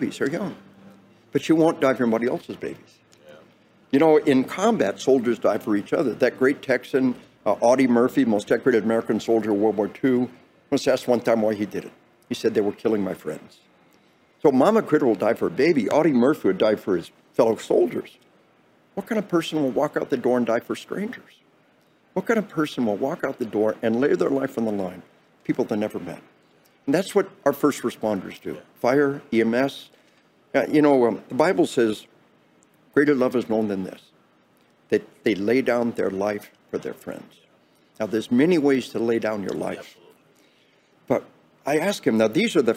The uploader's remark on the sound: conversation recorded at the 2022 NRA convention in Houston